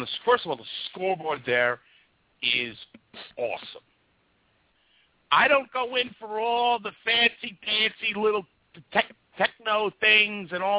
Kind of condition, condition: link, phone line